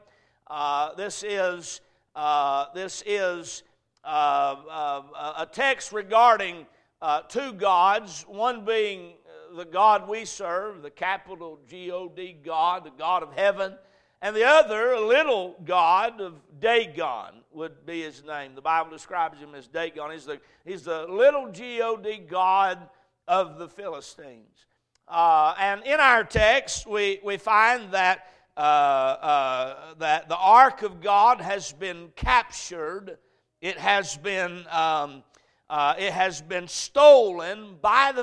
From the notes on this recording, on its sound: A message preached at Crossroads Baptist Church.